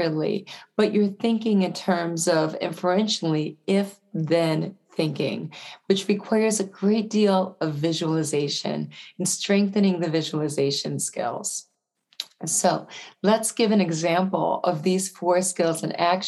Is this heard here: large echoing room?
no